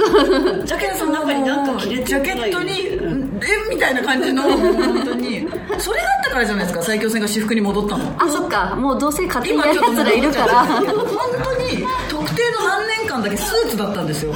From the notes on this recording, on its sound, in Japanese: MALUTA CAFEさんでの公開収録。